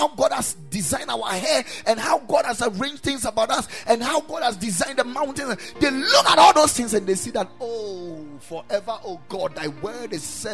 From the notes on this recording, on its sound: Preached at the Ekklesia Chapel